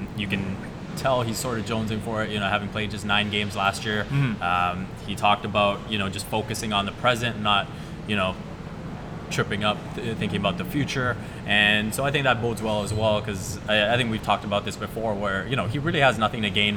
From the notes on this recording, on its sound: Live at Media Day! Live from Scotiabank Arena, site of Raptors Media Day.